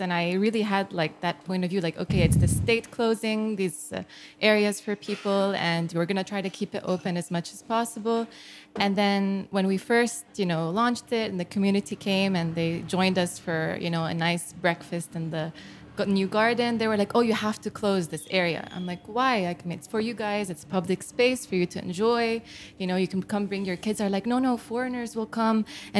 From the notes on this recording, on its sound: Recorded live at Aaliya’s Books. Our conversation includes a Q&A section. An audience debate.